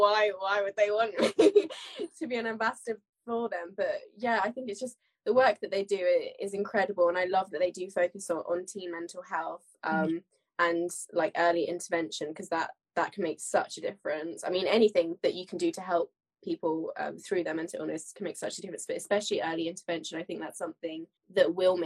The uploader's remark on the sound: live Instaview with actor, director and mental health ambassador